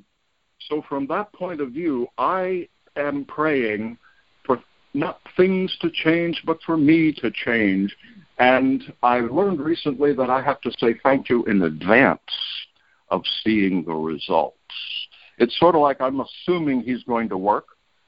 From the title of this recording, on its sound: Monday Noon Phone Speaker Series